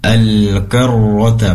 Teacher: pastikan roh yang bertasydid di sini disempurnakan tafkhimnya, tebalnya al-karrota, dan durasi penempelan lidah ke langit-langit itu lebih lama.